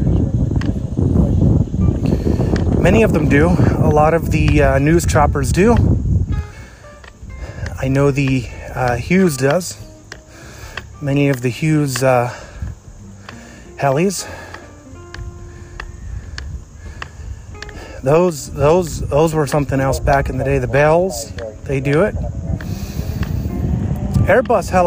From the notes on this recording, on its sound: Plane spotting in New Florence, Pennsylvania. The beginning of the episode where I started the recording to remove the gap from when I started the recording to when I began speaking. Where I paused the recording.